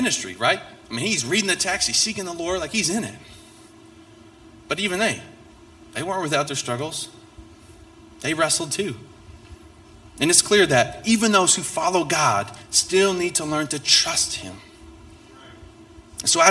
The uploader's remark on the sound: This message was preached on December 3, 2023 at FIVE39 Church.